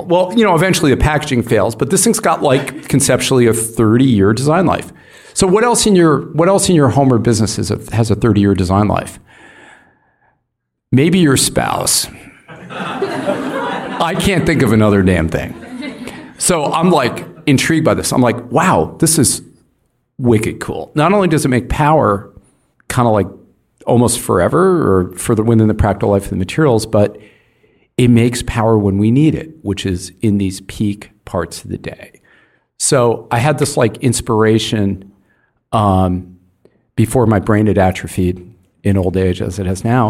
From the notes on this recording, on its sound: This conversation was recorded live in Oakland, California at Powerhouse.